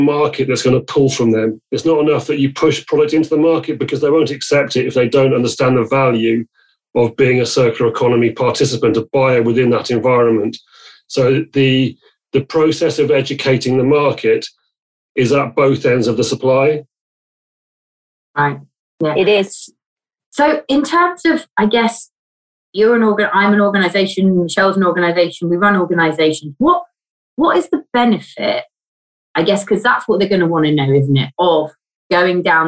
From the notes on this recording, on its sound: Our podcasts are currently being recorded purely via online conferencing platforms, we apologise for any minor sound quality issues.